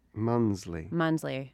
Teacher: you turned the S into a Z